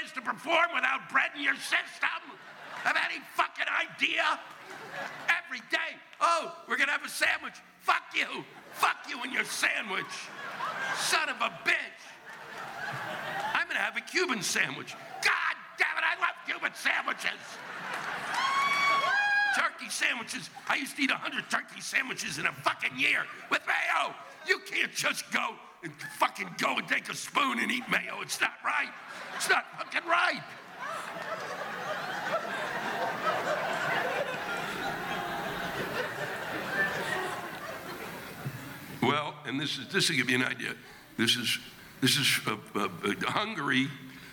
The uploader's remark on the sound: This week’s live rants come from the Horseshoe Casino in Tunica, Mississippi on October 14, 2016.